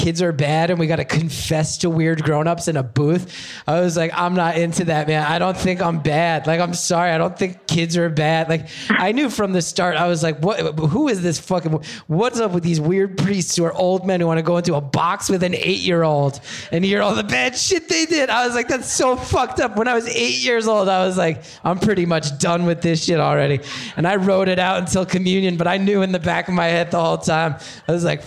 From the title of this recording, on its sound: Live from Michigan